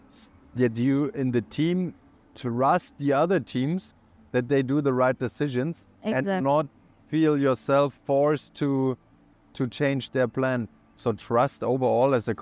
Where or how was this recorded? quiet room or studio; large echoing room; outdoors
outdoors